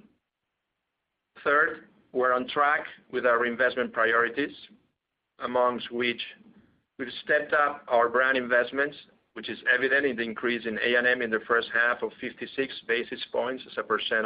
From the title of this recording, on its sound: PepsiCo (PEP) Q2 2019 Earnings Call